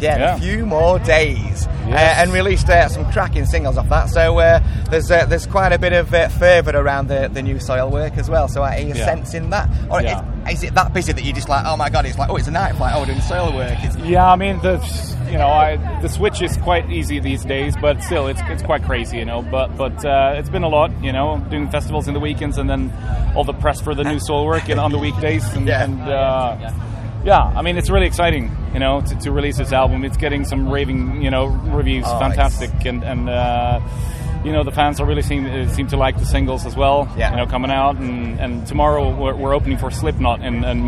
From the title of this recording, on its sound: TURS at Bloodstock 2022